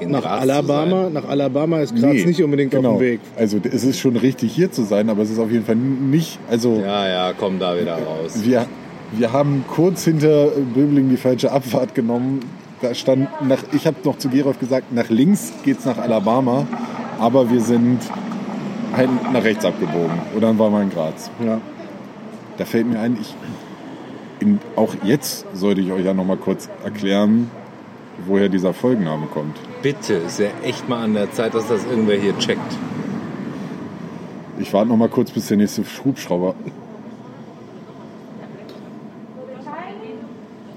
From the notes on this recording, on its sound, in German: In der Folgenden Sendung könnten diverse nervende Hintergrundgeräusche, schlecht zu verstehende Dialoge und sinnlose Gespräche dokumentiert worden sein.